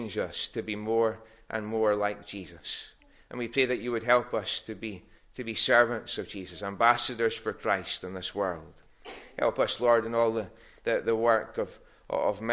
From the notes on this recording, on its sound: recorded at North Harris Free Church on the morning of Sunday, 6th August 2023